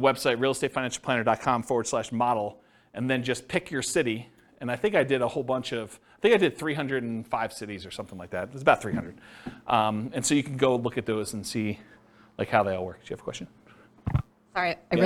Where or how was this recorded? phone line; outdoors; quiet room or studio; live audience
live audience